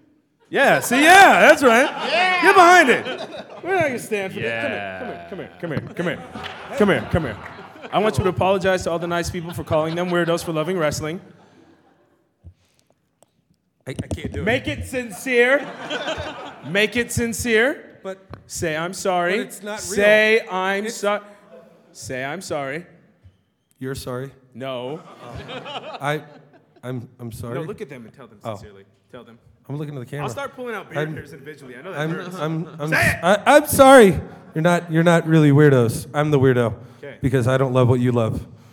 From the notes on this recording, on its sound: LIVE From Denver Comic Con 2015.